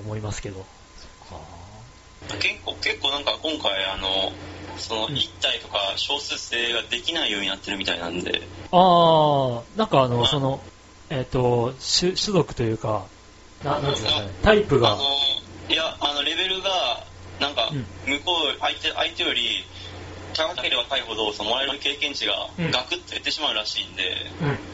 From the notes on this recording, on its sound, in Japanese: 音のチューニングが上手く行かず音質が悪いです